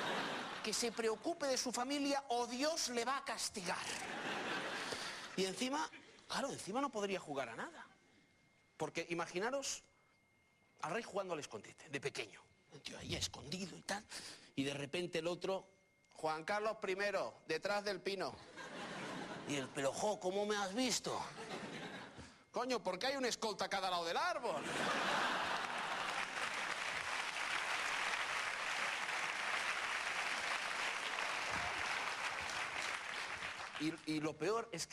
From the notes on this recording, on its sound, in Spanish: Que se graba en un teatro. Se ha grabado en distintos teatros, como el Teatro Alcázar de Madrid o el Teatro Victoria de Barcelona.